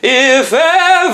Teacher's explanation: minimize the F so it turns into more of an occluded voiced consonant, yeah, instead of a airy, weak one